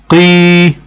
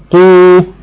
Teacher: المد الطبيعي بيمد حركتين، يبقى بيمد بمقدار حرفين متحركين